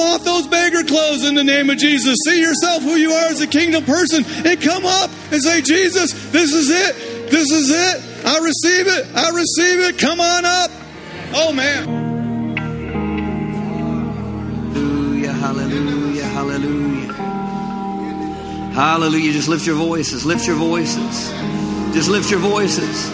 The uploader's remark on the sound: Summer Revival Nights. LIVE Midweek Service.